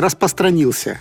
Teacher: в слове «распространился», второе «р» просто глотают. И вот хоть ты тресни, получается, распространился.